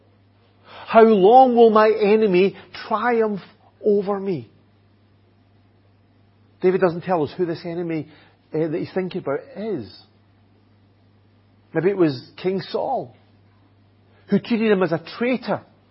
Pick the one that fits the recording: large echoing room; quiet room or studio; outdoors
large echoing room